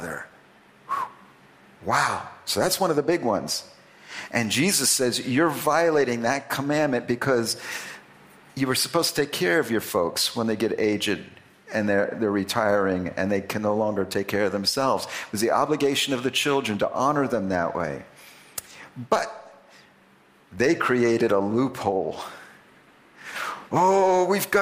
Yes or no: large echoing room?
yes